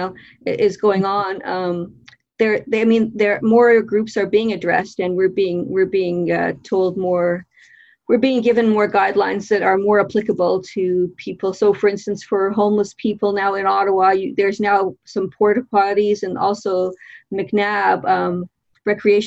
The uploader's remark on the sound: via Zoom